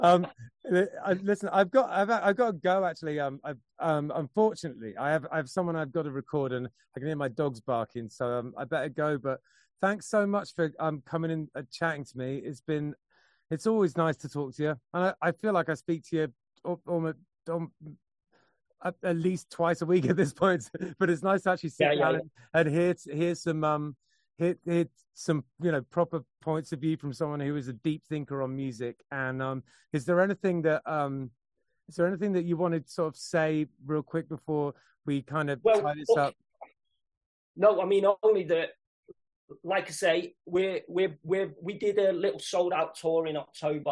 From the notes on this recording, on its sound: has a great chat via Zoom